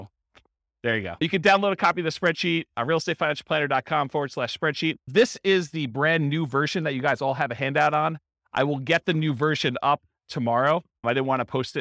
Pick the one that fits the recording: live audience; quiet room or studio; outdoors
live audience